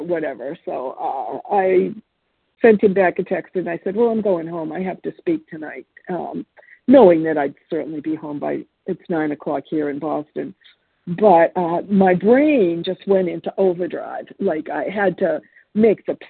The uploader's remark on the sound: From the 100 Pounders Phone Meeting, 10/23/23.